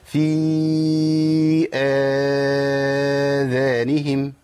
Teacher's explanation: احنا اتفقنا ان احنا نقرأ بتوسط البدل أربع حركات · Term: مد بدل